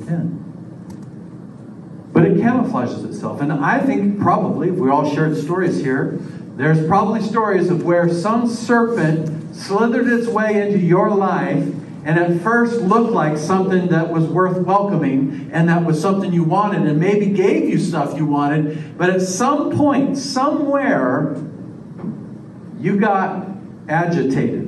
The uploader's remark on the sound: This is a sermon I preached at the Union Gospel Mission Men's Shelter on April 11th, 2023.